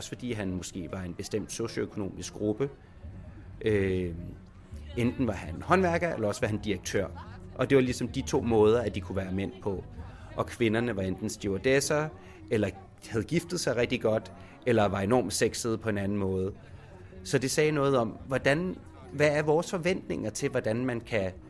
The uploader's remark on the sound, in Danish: Reportage fra KVINFOs ‘Er du køn?’ workshop på Roskilde Festival 2017